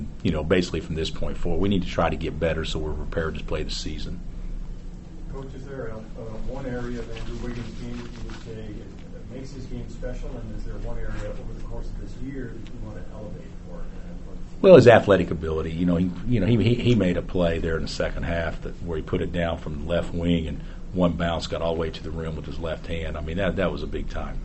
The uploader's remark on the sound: Press Conferences & Post-Game Interviews.